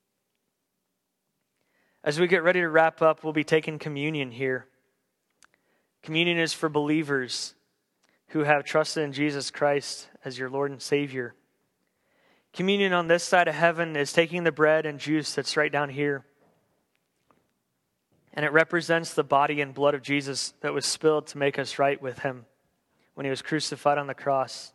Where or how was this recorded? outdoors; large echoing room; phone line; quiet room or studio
large echoing room